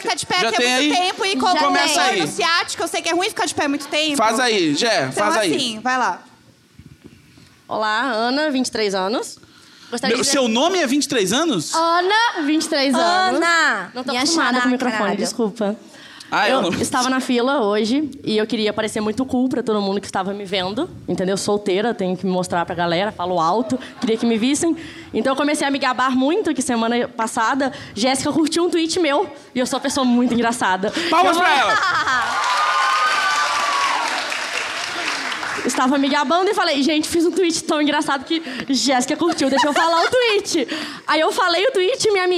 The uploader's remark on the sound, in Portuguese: Imagina ao vivo em BH.